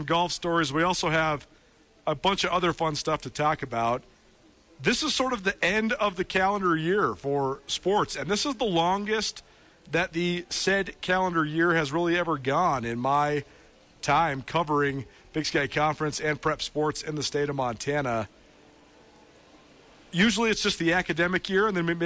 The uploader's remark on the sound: live from Gray Wolf Peak Casino